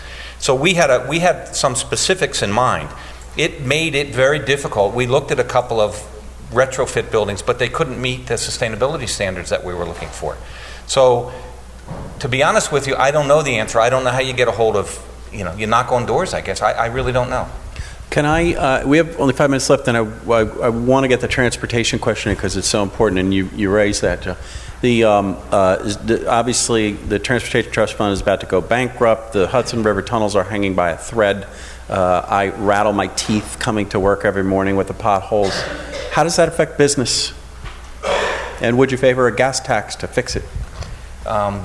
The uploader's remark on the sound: Recorded at NJ Spotlight On Cities, held October 16, 2015 at the New Jersey Performing Arts Center.